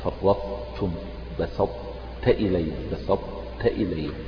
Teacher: المدغم. وتطبيق العملي يعني لذلك كما ذكرنا في الدرس الماضي أنك كأنك تنطق بطاء غير مقلقلة وبعدها التاء